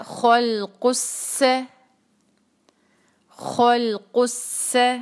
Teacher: C T کی آواز بھی سین میں ساتھ شامل کر رہے ہوتے ہیں · Term: شدہ